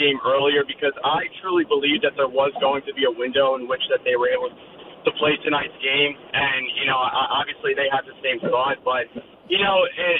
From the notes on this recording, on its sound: Listeners call in including Yankee fans who where at the game.